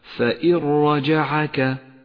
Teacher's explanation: ولذلك لونت بالرمادي في مصحف التجويد إشارة إلى سقوطها من اللفظ وتشدد الراء التي بعدها فإن رجعك وهي راء مفخمة · ذلك حكم الإدغام بلا غنة لاحظه في قوله تعالى فإن رجعك النون الساكنة وبعدها حرف الراء تسقط النون من اللفظ تماما